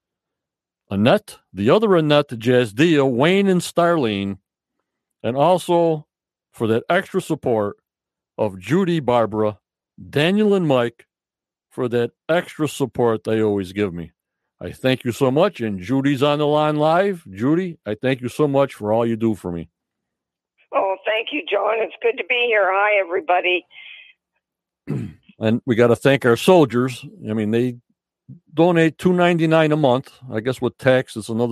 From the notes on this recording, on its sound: From Canada on the Phone.